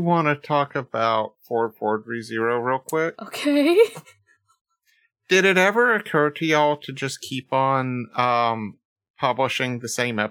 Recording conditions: distortion